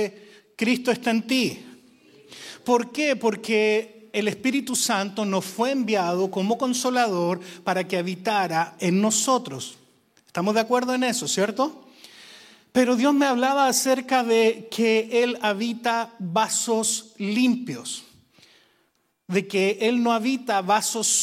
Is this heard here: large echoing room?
yes